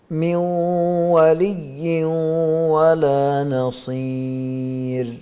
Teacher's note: من ولي، نون بعدها واو، ولي ولا تنوين بعده واو، نون أو تنوين كلاهما واحد، عبارة عن النون عبارة عن نون تنوين عبارة عن نون ساكنة. إذن هذه النون دخلت في الواو فقلبت إلى واو ثم دخلت فذهبت ذاتا، ولكن بقي فيها شيء من الصفة وهو الغنة · Term: الإضغام الناقص